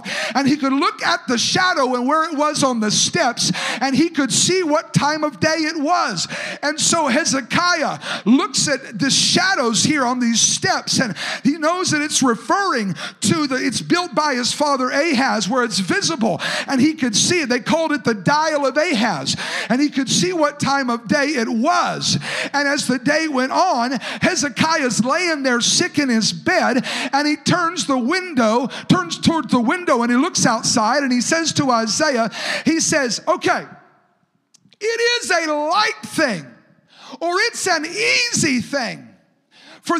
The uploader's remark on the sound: a service recording from Connect Point UPC